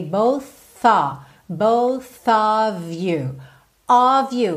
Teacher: esse of aí, O-F, sempre tem som de O-V